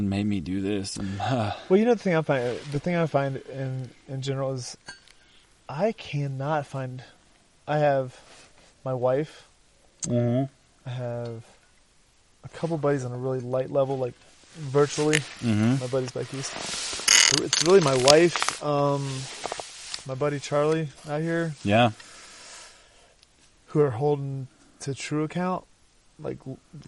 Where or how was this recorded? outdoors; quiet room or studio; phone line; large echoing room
outdoors